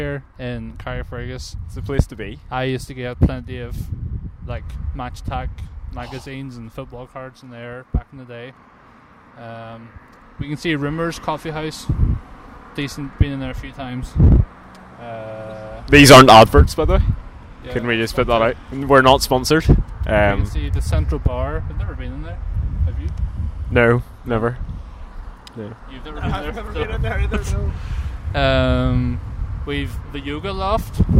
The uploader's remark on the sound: On this weeks short episode we take the podcast outdoors to the famous Carrickfergus Castle.